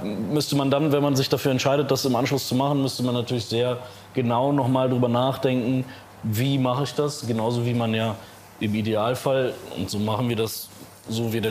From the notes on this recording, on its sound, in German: Live vom Bildrausch Festival. Wir nehmen den Roundtable Live beim Bildrausch-Kurzfilmfestival.